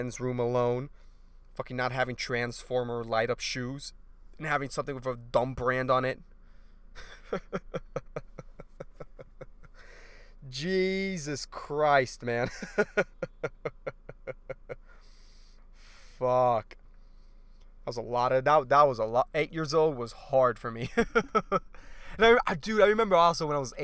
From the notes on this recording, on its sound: I did this episode in my car